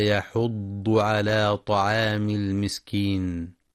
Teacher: وينتبه القارئ لترقيق الحاء في كلمة يحض فلا يفخمها لمجاورتها الضاد